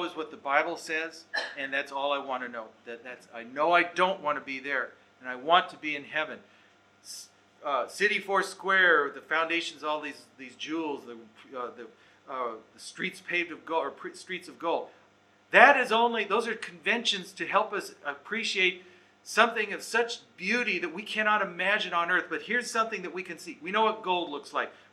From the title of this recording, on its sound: Recorded Live/Seminar